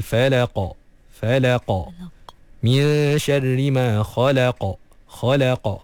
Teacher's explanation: Di dekat bahagian pangkal lidah yang paling paling dalam. Lidah yang paling belakang sekali. Sebelum masuk bahagian kerongkong, itulah tempat huruf qaf. Jadi pastikan kita matikan tu dengan sempurna, lantunkan dia dengan semula jadi.